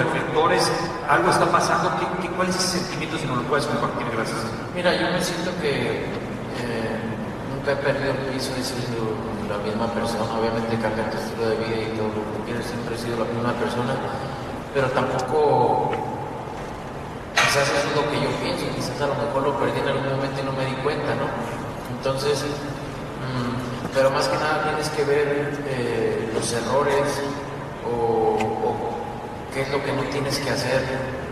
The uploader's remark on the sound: Post Fight Press Conference